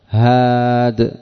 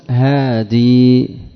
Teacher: بحذف التنوين والياء في الأرجح، هاد. ويجوز هادي بإثبات الياء